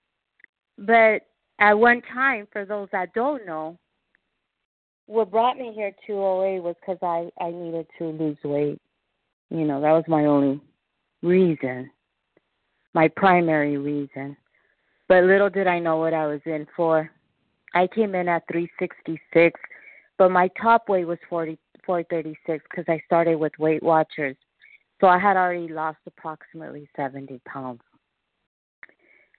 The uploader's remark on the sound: 100 Pounders Phone Meeting